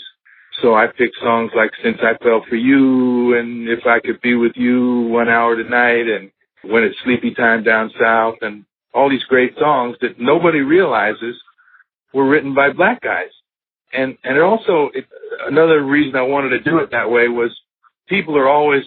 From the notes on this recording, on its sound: This episode features a telephone interview